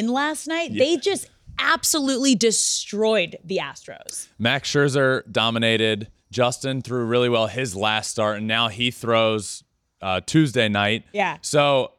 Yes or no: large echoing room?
no